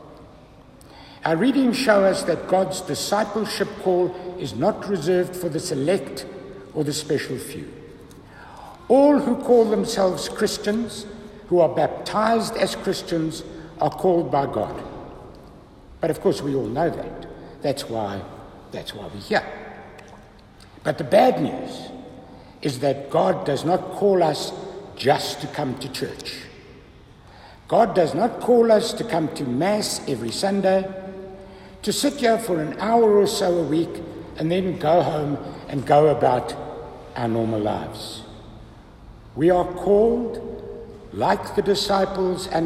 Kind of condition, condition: setting, large echoing room